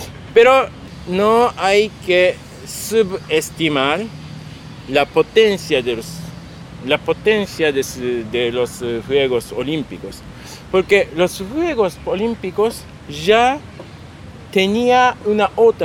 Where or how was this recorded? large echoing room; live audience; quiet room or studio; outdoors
outdoors